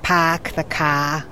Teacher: You don't say R for anything. You run your words all together. · Term: Boston accent